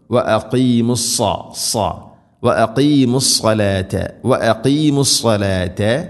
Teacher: സാദ് ഇസ്തിഇലാഇൻ്റെ അഥവാ സ്വരഭാരത്തിൽ ഉച്ചരിക്കേണ്ട അക്ഷരമാണ്, കനപ്പിച്ച് ഉച്ചരിക്കണം